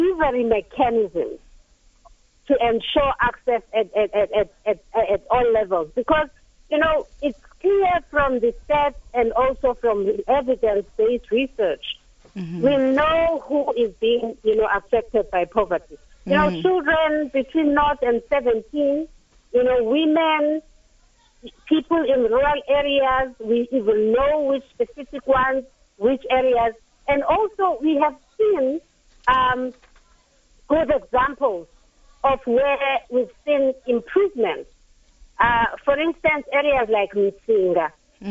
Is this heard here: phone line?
yes